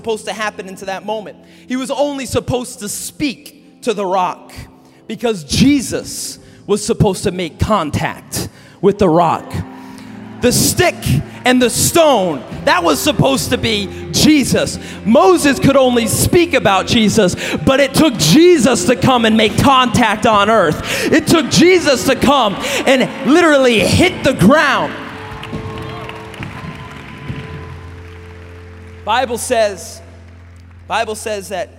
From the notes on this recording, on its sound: message at Awakening Conference 2016